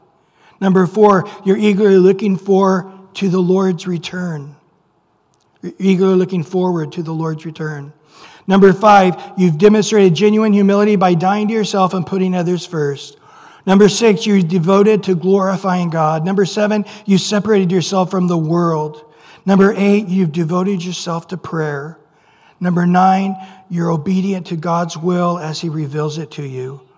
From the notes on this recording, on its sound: Recorded at Calvary Chapel of Los Alamitos on April 18 2023 on Sunday Morning Sermon.